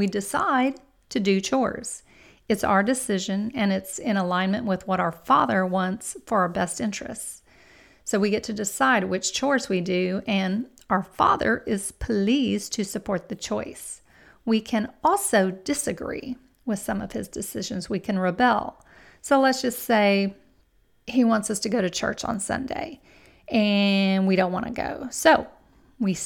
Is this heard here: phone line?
no